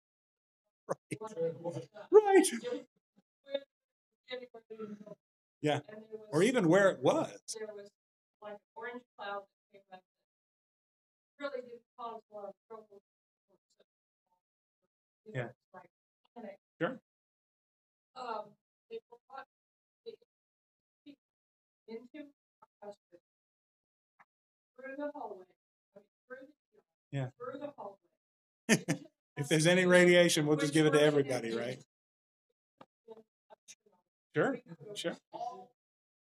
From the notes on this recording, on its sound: This episode was recorded live at Holy Trinity Lutheran Church in Rogers, AR on February 25, 2024